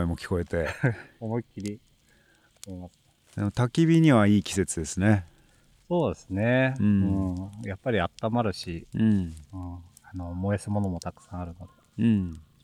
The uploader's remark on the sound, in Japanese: 焚火ラジオ初のリアルな焚き火の前での収録。冬の焚き火は心地よい。